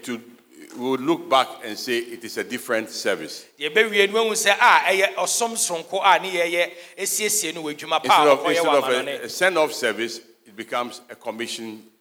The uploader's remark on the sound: Sermon preached at CBC Shiashie Campus on Sunday September 25, 2022